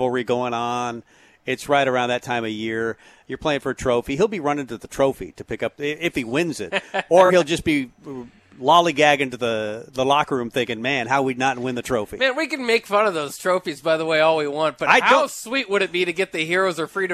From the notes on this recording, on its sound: Tailgate Tuesday live from Chick-Fil-A